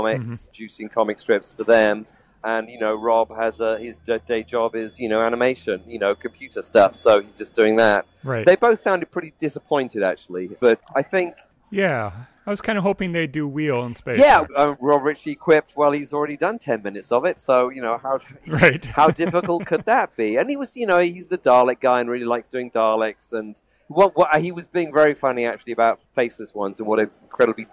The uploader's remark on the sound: reports in live from Day 1 of the 32nd Gallifrey One convention in sunny Los Angeles, California